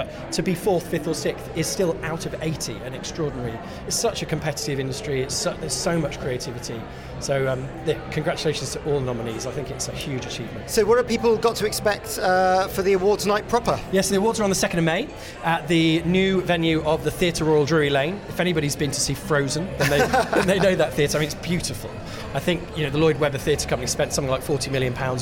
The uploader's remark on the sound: LIVE from the 2023 Audio & Radio Industry Awards Nominations. LIVE from the 2023 Audio & Radio Industry Awards Nominations !